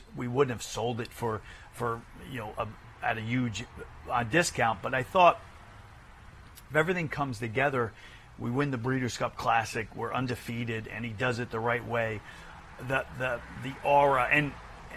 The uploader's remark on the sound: live from Saratoga Race Course